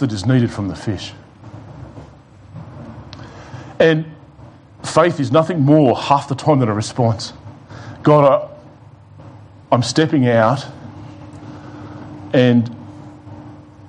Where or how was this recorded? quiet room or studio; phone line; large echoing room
large echoing room